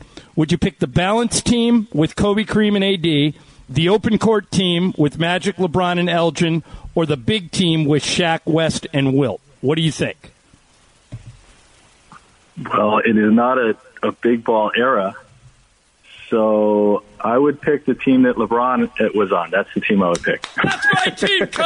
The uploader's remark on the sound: Called in to talk about how he's handling the quarantine.